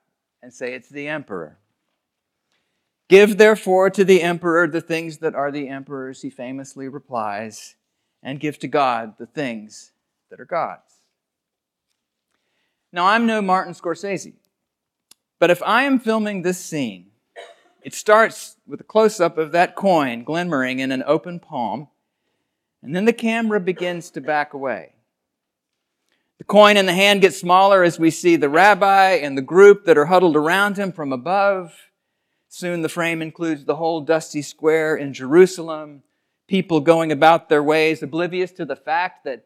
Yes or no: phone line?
no